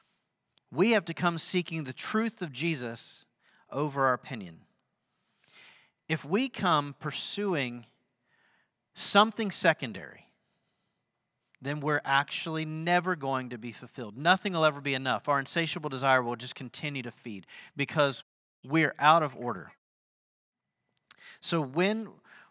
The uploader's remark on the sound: Sunday sermon at The Fellowship in Nashville.